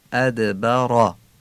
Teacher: ری ادبرم تفخیم میشه، یعنی ری رو درشت میگیم، فتحش هم آیه کوتاه میگیم